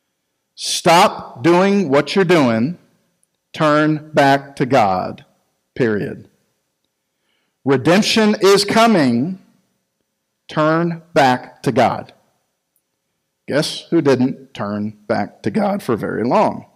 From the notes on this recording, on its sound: Recorded live at Freedom Fellowship Church in Tontitown, Arkansas